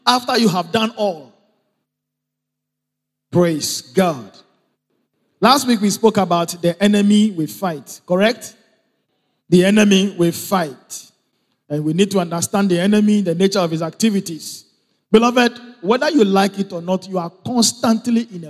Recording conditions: large echoing room